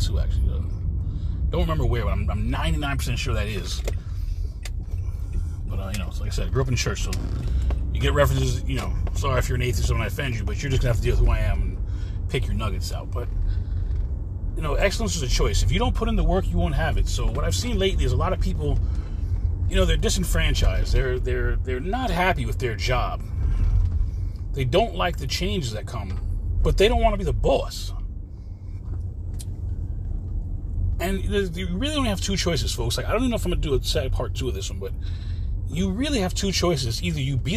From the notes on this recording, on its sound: this quick CarCast